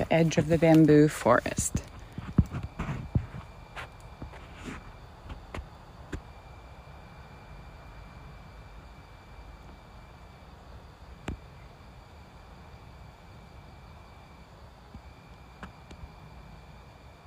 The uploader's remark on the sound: BAMBOO FOREST FIELD RECORDING.